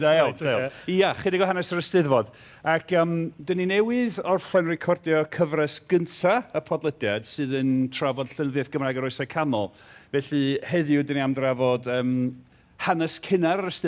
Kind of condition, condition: setting, busy venue